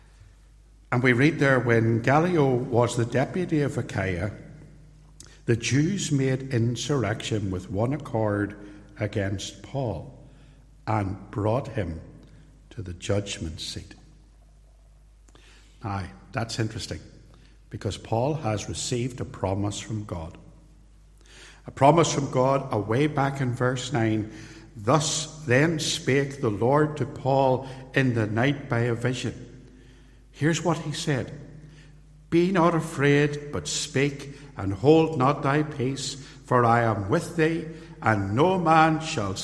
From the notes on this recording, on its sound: Sermon, preached live at Templepatrick Reformed Church.